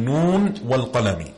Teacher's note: The other exception is, for example, when you're joining the letter Noon at the beginning of Surah Qalam, Noon wal Qalami, when you read it together without stopping, Noon wal Qalami, you don't merge the two. You say Noon wal Qalami.